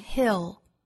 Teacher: 松元音 i 后面跟舌侧音 ill,再加前面的辅音读成 hill